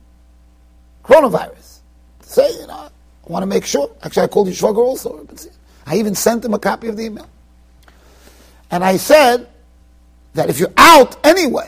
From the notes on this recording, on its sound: Shiur recorded in Yeshivas Ohr Reuven, Monsey NY